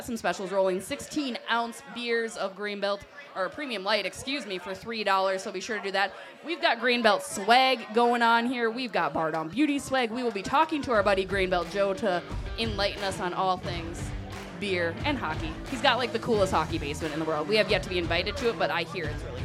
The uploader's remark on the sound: Live from Cozzie’s in Stillwater